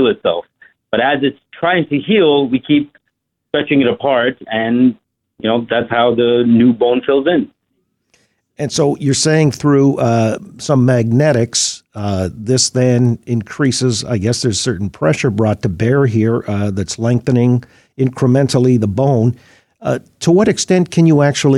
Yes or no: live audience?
no